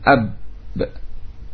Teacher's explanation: seperti ba mantul pada makhrajnya, itu pada kedua bibir, ya, ketika disukun. · Term: qalqalah